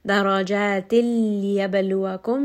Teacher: there is going to be no ghunna, no sign of that noon. Just merge them both together. Liyab, ba here is going to have qalqala, has a little bit of that bounce. · Term: idgham